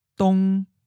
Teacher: First tone, high flat